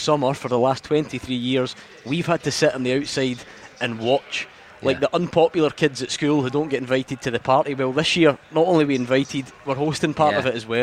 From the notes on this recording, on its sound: live from Scotland HQ at Drygate Brewery